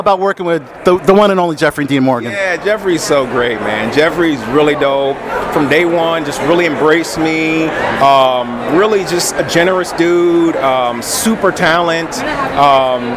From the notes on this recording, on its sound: in-person interviews from the 2023 Tribecal Festival